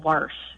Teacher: So your mother says wash with an R.